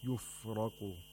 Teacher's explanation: the ra has tafkhim because it has a fatha